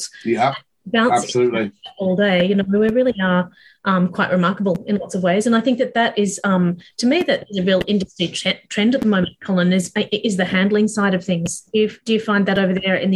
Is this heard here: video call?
yes